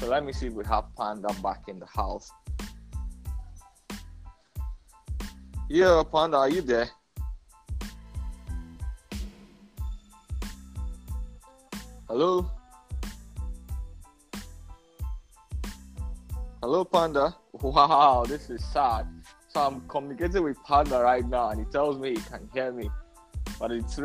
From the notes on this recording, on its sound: The podcast is unedited so you get to see firsthand how people struggle with poor internet connection.